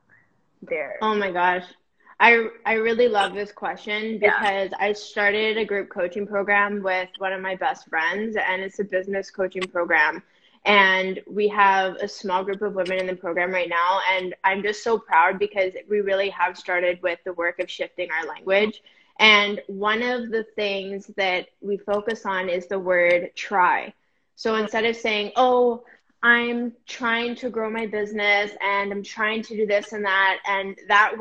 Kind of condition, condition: link, video call